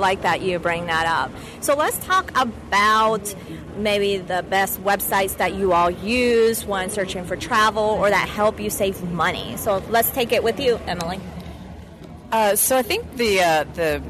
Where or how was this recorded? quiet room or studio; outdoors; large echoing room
outdoors